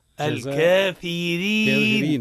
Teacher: الراء شنو مرققة لأنها متحركة بكسر